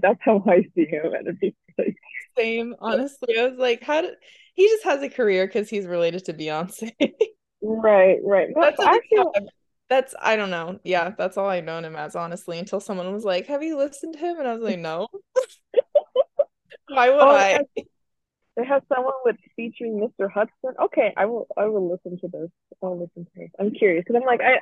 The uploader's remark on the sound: This episode, despite all the technical funks.